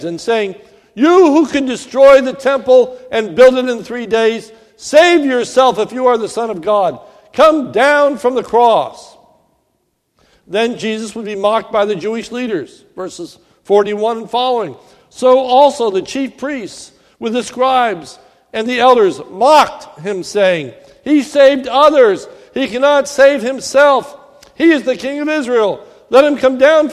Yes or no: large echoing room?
yes